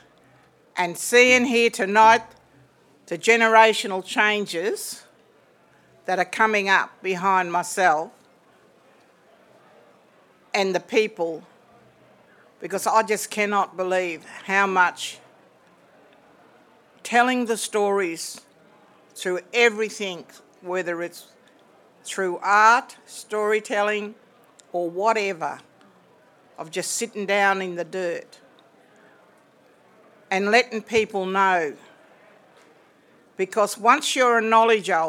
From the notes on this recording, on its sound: Recorded live at the launch of Arts Day on the Hill and the inauguration of the Parliamentary Friendship Group for Contemporary Arts and Culture.